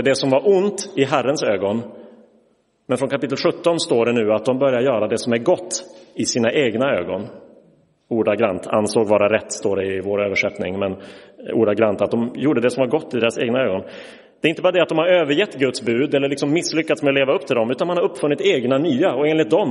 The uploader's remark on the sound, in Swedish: Inspelad i Roseniuskyrkan den 5 februari 2023